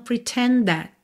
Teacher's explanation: Pretend termina em D, mas você já está começando that, que começa em T. D e T são feitos aí no mesmo lugar